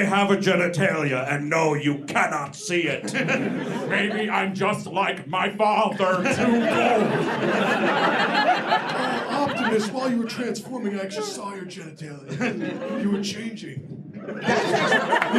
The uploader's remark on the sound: Live in D.C.